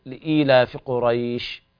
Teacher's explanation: الشين عند الوقف عليها لابد من إسكانها، أما الحرف الذي قبلها هو الذي يقع فيه المد.